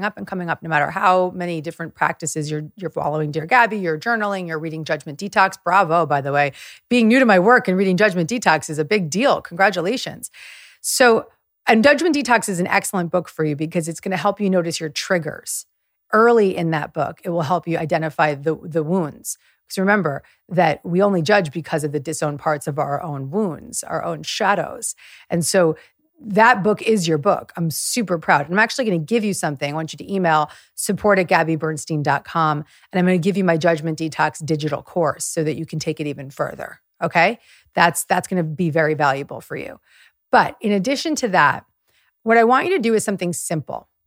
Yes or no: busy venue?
no